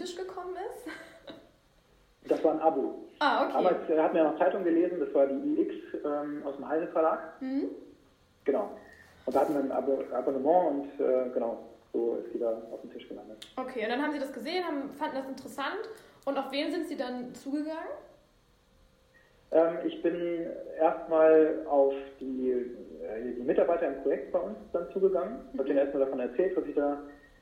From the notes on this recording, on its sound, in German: Ich bitte die Tonqualität zu entschuldigen...